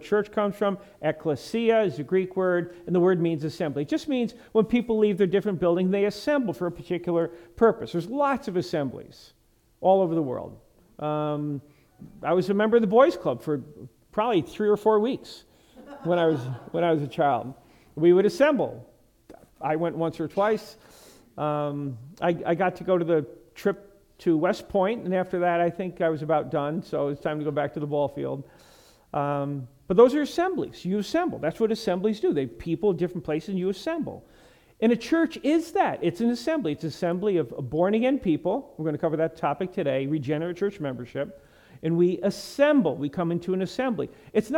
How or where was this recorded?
large echoing room